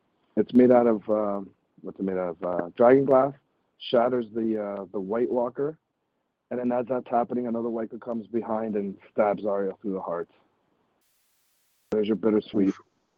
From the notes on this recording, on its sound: FAN CALL-IN SHOW